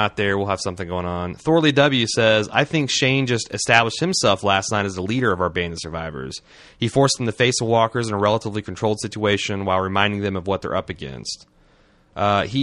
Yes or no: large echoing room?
no